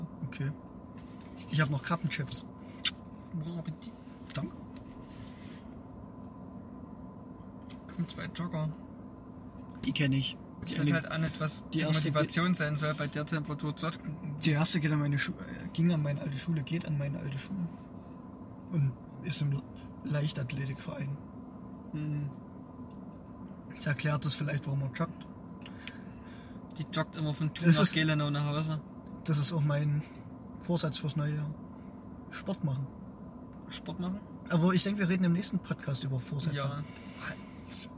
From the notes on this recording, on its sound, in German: Haben wir euch 55 Minuten gemütliche Autofahrt zurück vom Weihnachtsshopping aufgezeichnet.